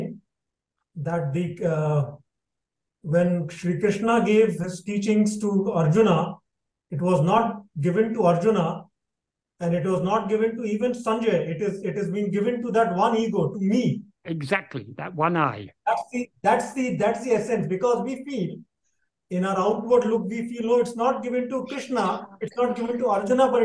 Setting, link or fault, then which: link, video call